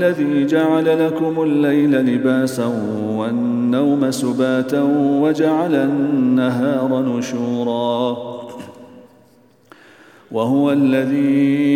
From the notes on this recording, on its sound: at the Houghton Masjid (West Street)